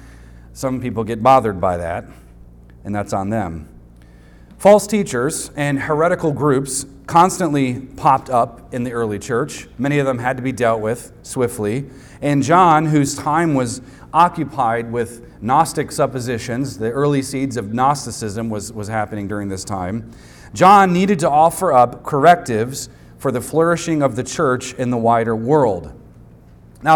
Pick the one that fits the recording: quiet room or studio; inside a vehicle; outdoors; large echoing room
large echoing room